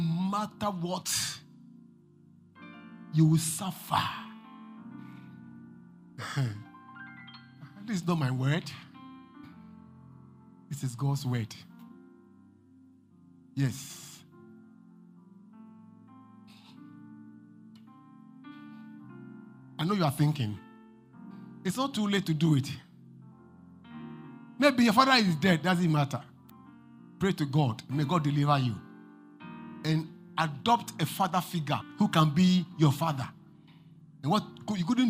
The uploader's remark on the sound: Preached at LCC Goshen